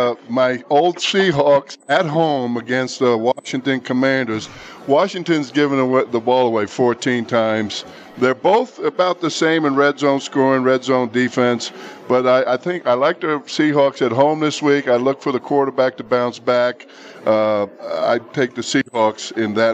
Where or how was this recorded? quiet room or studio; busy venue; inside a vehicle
busy venue